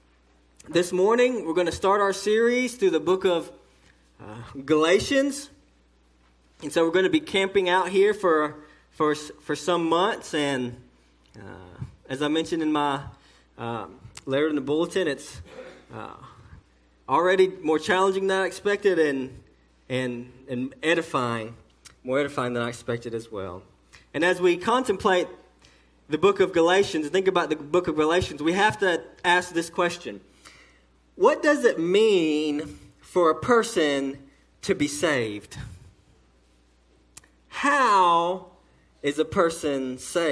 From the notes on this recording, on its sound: sermon delivered to Cottondale Baptist Church in Eastman, GA on 1/21/18 during the morning service